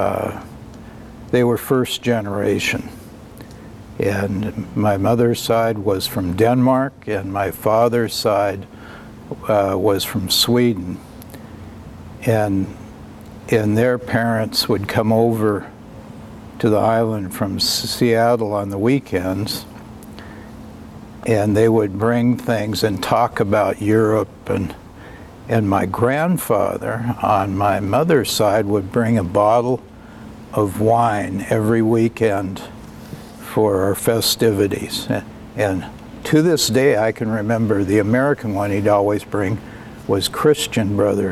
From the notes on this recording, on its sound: outside Nicholson Library at Linfield University in McMinnville on August 11, 2021